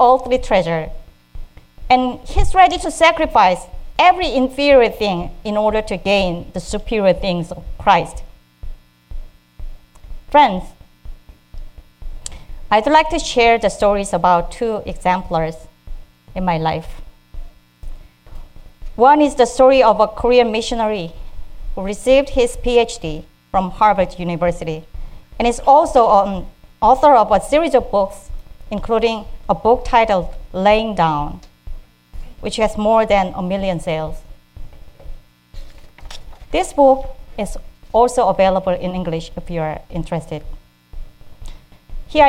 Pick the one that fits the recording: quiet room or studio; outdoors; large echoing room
large echoing room